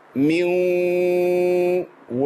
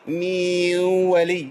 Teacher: الواو دي فيها غنه اللي هي فضلت معايا من النون الساكنه او التنوين · Shown in: first take